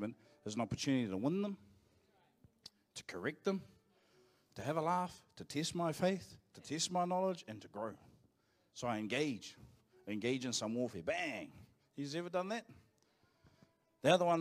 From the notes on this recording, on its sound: Live from IwiTapu Destiny Church Hawkes Bay